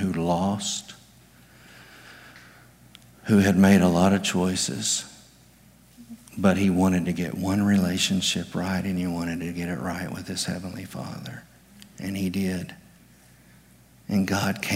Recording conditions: large echoing room